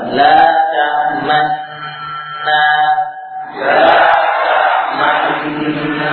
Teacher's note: Dan dibaca dengan mengidghamkan nun dhammah tadi kepada nun yang kedua.